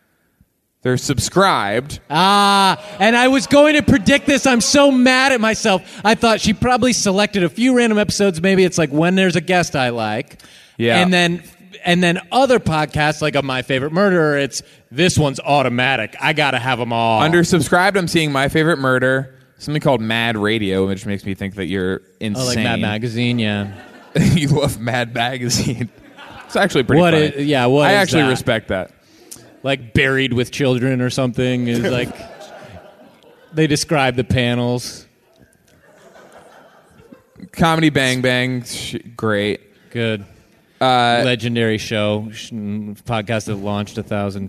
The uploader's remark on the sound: Now Hear This Festival in Anaheim. Talk to everyday people from the crowd.